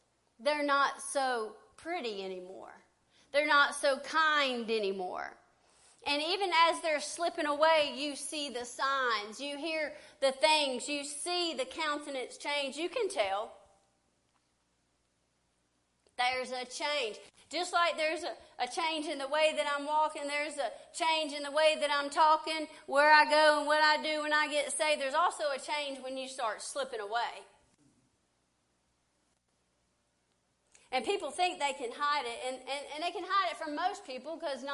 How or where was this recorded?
large echoing room